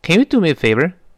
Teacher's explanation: 那个 Can 往往就读不到 Can 这么一个声音，读不到位了。往往会发生一点元音的弱化